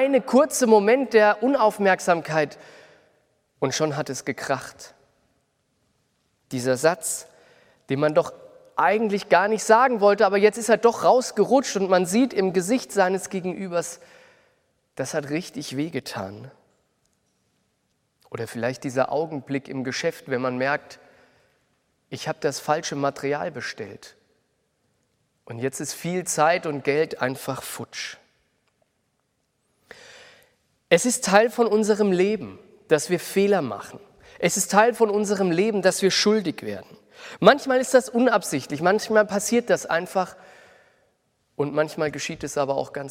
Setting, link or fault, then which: setting, large echoing room